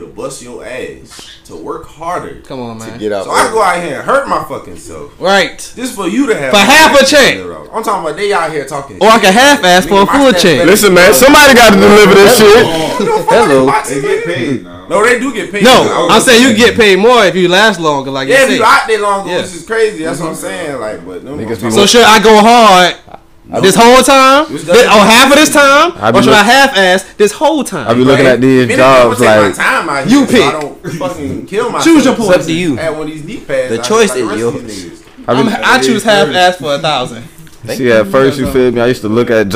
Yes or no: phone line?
no